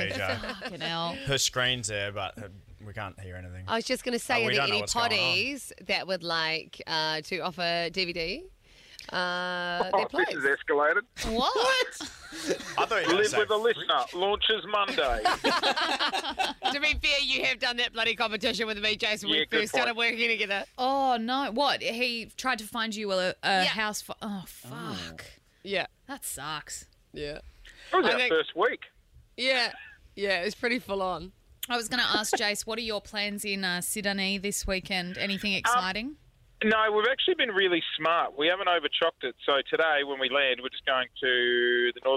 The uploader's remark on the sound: LIVE from the shuttle bus.